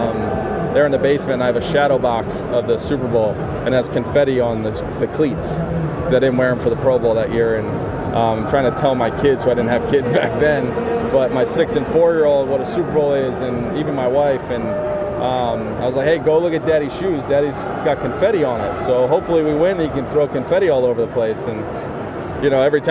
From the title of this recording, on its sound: Live from Radio Row in Miami for Super Bowl LIV